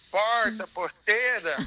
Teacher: eu ainda falava o R retroflexo